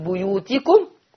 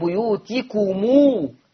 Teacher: ميم الجمع اذا جه وراها همزه القطع، ورش عن نافع يجيب الميم يزودها بواو، يزود على الميم ايه؟ واو، ويمدها ست حركات · Shown in: second take · فبدل ما يقول بيوتكم يقول بيوتكمو.